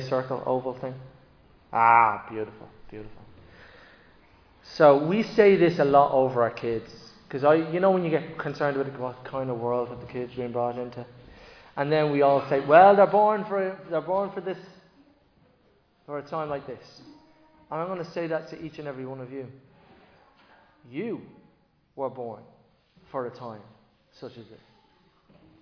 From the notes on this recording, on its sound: Recorded live in Liberty Church on 15 October 2023